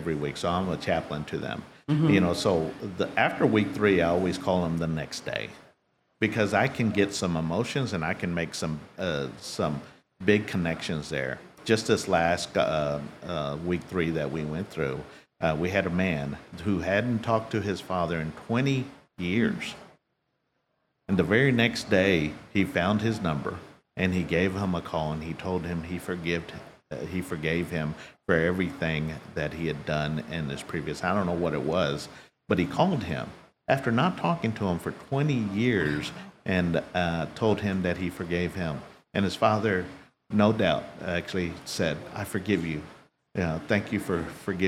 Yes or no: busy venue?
yes